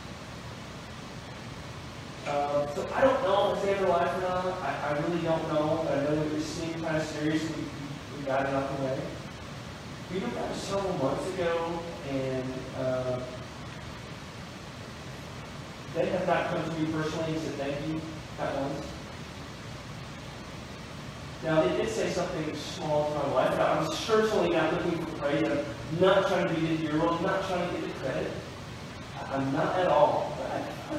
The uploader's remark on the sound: We apologize for the poor audio quality.